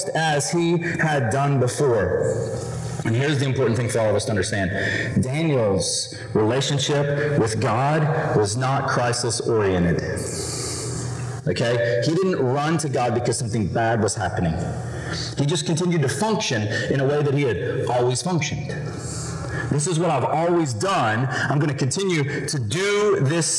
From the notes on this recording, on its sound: We apologize for the distorted audio, and it will be fixed in the coming weeks.